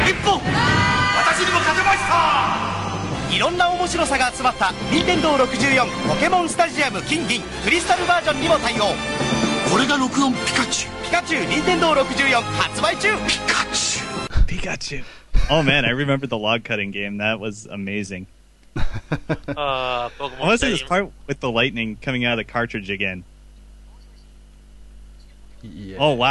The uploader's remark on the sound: LIVE FROM JAPAN. Live recording featuring listener call-ins.